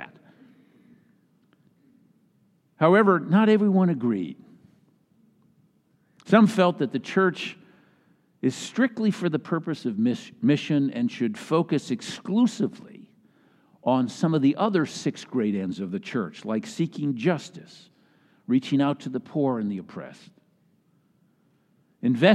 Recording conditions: large echoing room